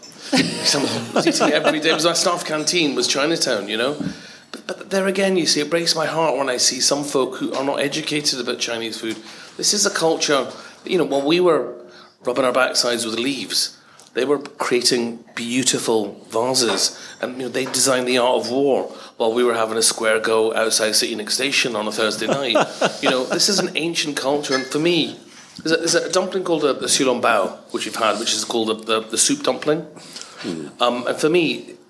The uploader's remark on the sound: Live at The Gannet in Glasgow. Along with a live audience. Questions from the audience.